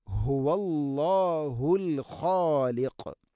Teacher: അടുത്ത ആയത്ത്, ഹുവല്ലാഹുൽ ഖാലിഖുൽ ബാരിഉൽ മുസവ്വിർ, ഹുവല്ലാഹ്, നേരത്തെ പറഞ്ഞതുപോലെ ഹ ഇൻ്റെ ഉച്ചാരണം ശ്രദ്ധിക്കണം, തൊണ്ടയുടെ താഴേ ഭാഗമാണ് ഹ